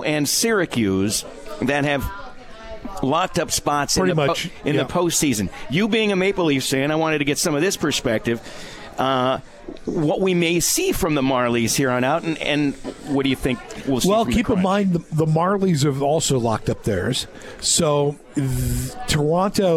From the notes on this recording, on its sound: Live from Swifty's